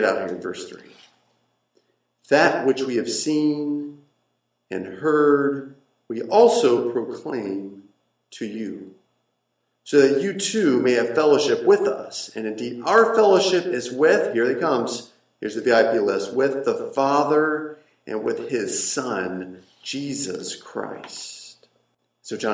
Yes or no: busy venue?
no